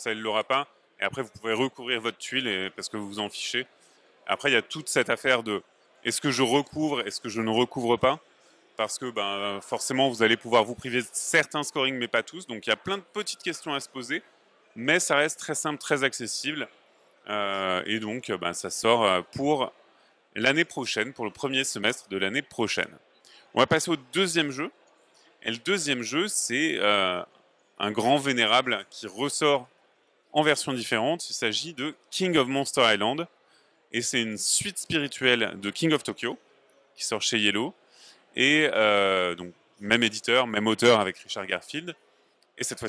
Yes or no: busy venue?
yes